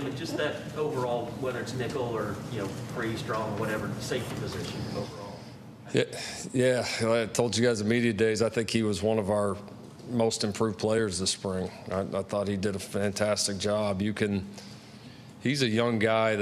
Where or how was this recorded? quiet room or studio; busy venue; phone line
busy venue